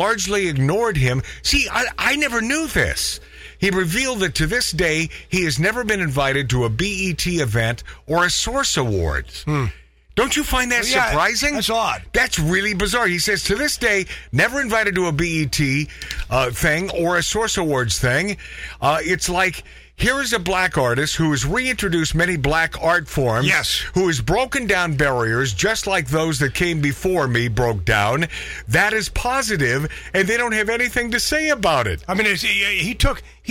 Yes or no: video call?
no